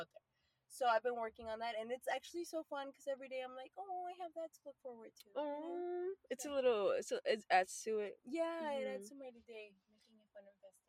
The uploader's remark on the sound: This chatty episode recorded from our car.